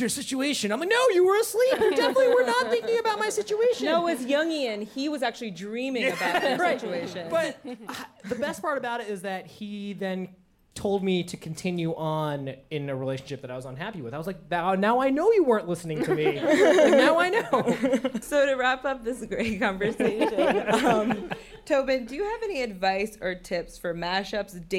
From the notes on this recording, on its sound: Live in New York. We did it live, onstage at WNYC's The Greene Space in New York.